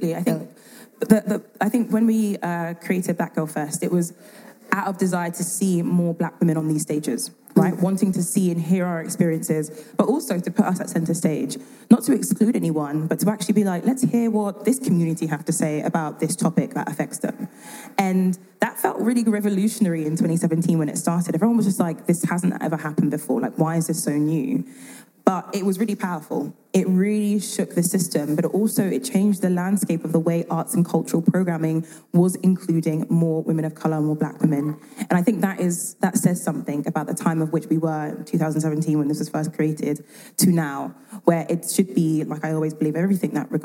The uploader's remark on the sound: This episode was recorded live on stage at the Lead Today Shape Tomorrow Conference organised by Female Founders in June 2022 in Vienna.